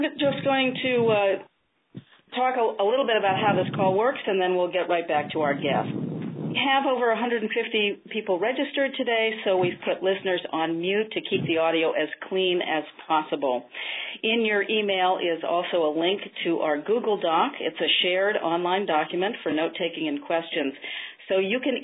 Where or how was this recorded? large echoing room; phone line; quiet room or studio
phone line